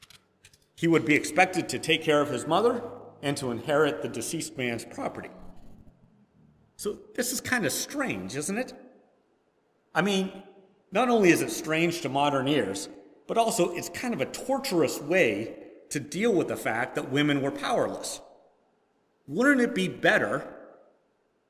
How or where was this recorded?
large echoing room